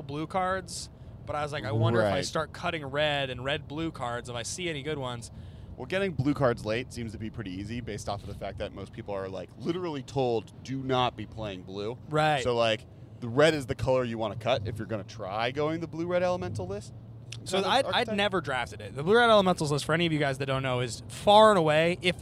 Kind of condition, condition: setting, inside a vehicle